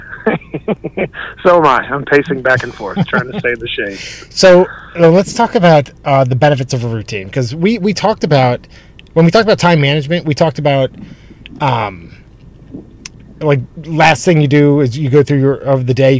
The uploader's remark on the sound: The sound quality for this podcast isn't great. Were both in parking lots during the recording of this podcast.